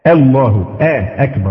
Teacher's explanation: مفيش حاجة اسمها همزة تفخم خالص، همزة لازم ترقى · Term: لا حظ للهمزة في التفخيم